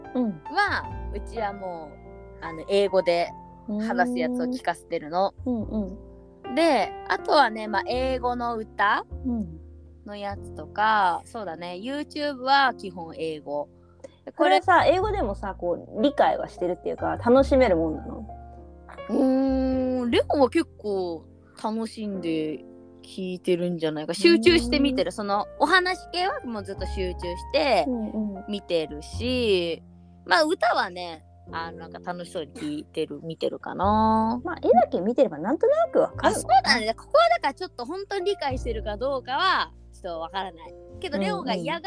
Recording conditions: drop-outs